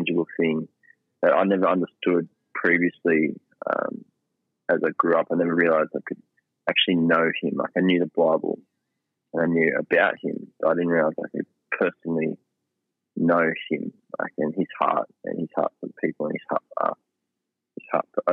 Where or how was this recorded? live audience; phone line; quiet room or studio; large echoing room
phone line